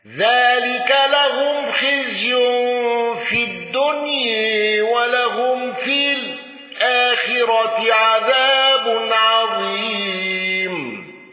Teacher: دوري أبي عمرو بإمالة الدنيا